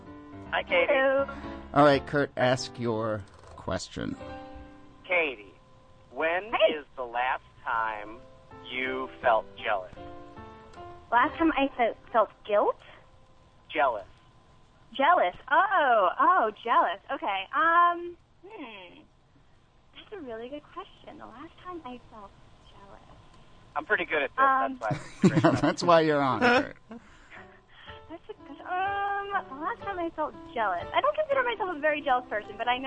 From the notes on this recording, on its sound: Audio from our special call-in on WFMU Radio.